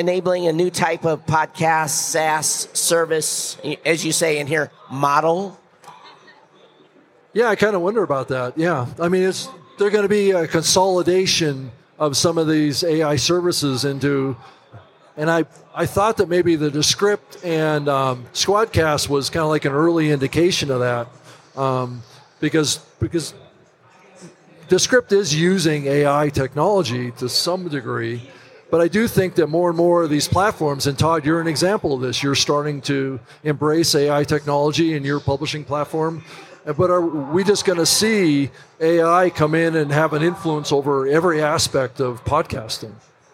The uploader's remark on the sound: the New Media Show live from Podcast Movement 2023